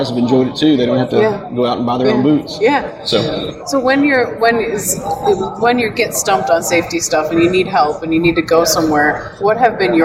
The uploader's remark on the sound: joins us live on the floor of the NSC